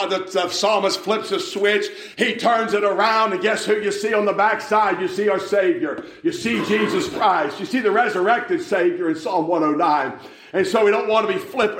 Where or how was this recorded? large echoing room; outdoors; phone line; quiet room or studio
large echoing room